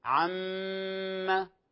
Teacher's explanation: لاحظوا قوله تعالى عم يتساءلون، لاحظوا كلمة عم، عم فتحة، فلا نشبع الفتحة بحيث تصبح ألفا، عما يتساءلون، هذا خطأ. · Term: إشباع الحركات